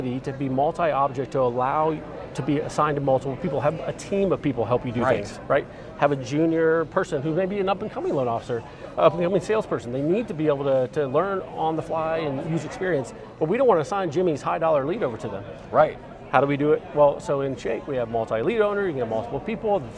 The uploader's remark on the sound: Are on site at LeadsCon 2023. Interviewed 8 attendees from the show floor.